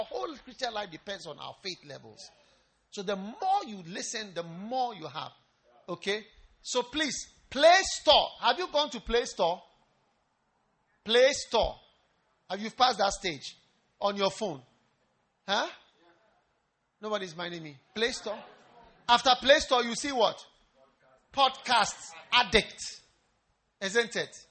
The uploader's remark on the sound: Preached at the First Love Church, UPSA